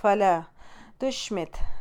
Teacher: شِين پہ ہمس تا پہ ہمس، دونوں ہمس لیٹر ہیں